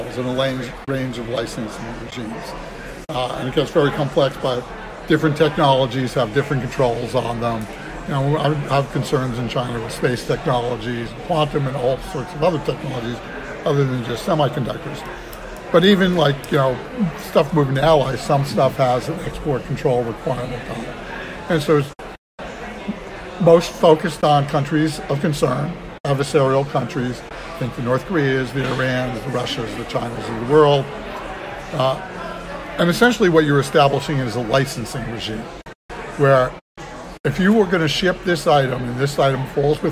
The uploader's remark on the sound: Live from RNDF22